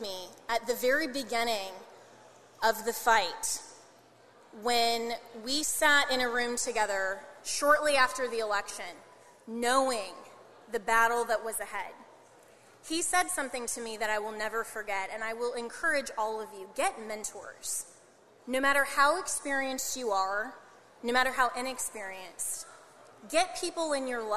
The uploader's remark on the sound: Keynote from the New York Young Republicans Club